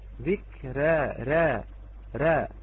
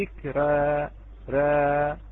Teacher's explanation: قربتها قليلا إلى الكسرة، ذكرى راء راء، حركة مجهولة بين الفتحة وبين الكسرة · Shown in: first take